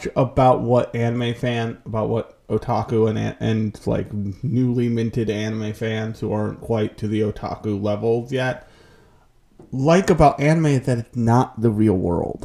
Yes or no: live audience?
no